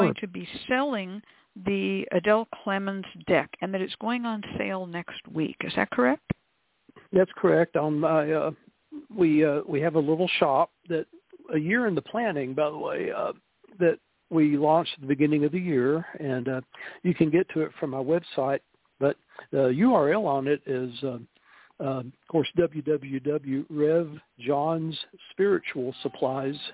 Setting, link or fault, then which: link, phone line